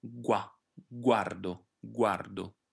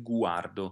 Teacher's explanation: la U in questo caso ha suono velocissimo, non bisogna fermarsi sulla U · Shown in: first take · si va direttamente sulla A, gua, guardo, guardo.